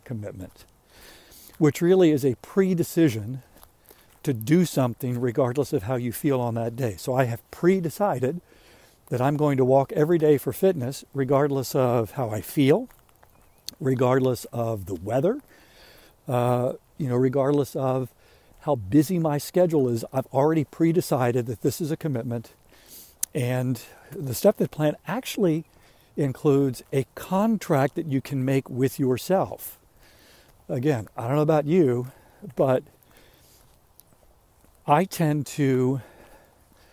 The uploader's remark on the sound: During today's ten-minute walk.